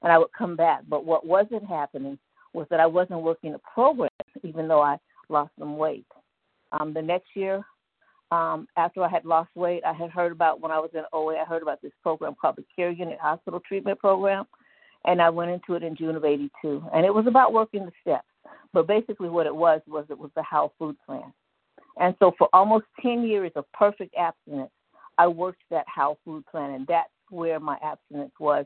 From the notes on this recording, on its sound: from the 100 Pounders Phone Meeting, 1/6/24.